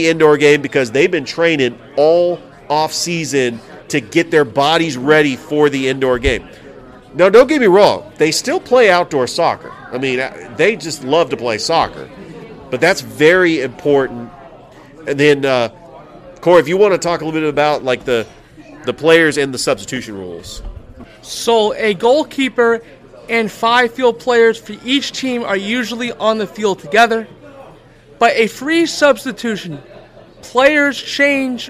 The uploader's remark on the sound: Live from Ivy Park Sports Bar and Grill.